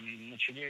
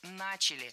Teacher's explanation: Должно быть «начали». Ударение в этом слове падает на первый слог. · Shown in: second take